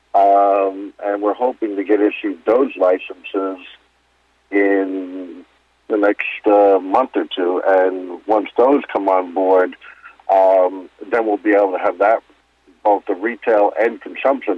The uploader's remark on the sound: called in to SmallCapVoice.